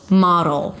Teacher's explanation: Make it a light D. Model and a dark L.